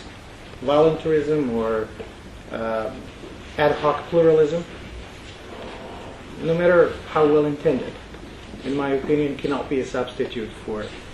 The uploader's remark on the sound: This is a recording of a talk given at the Royal United Services Institute on 21 April 2016